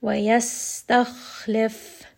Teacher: Make sure that you're resting on all of these letters. Sin will have safir, a little bit of that whistle. Kha is going to be heavy, and then fa has hams.